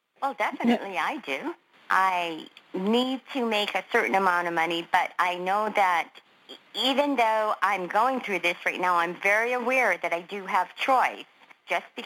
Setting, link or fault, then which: link, phone line